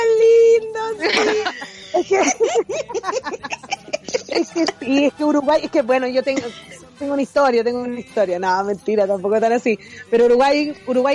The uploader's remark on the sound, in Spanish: En vivo desde la montaña. Pero no logramos comunicarmos.